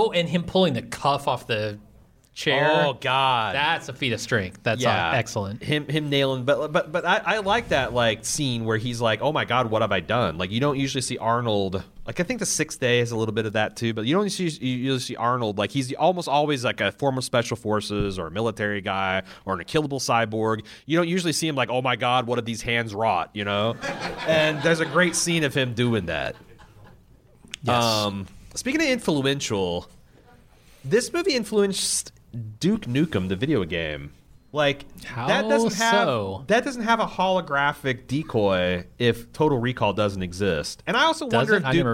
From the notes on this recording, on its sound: This kickoff pod comes to you live from Mariemont Theater in Cincinnati!